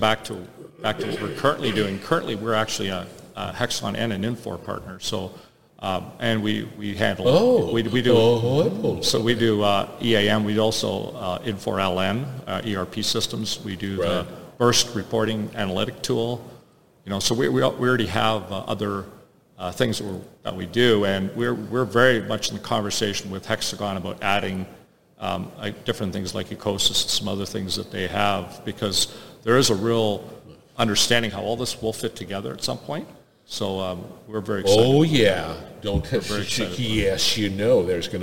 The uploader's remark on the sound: Industrial Talk is onsite at Hexagon LIVE